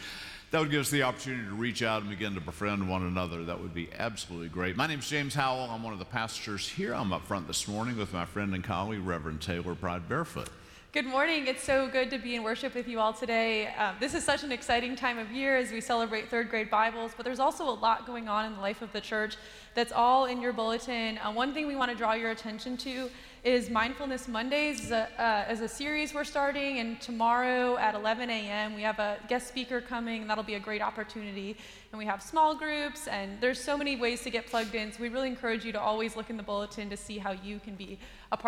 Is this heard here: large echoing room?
yes